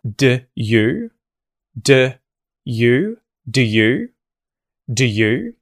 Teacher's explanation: The next step, we turn the oo vowel sound in the word do into a schwa.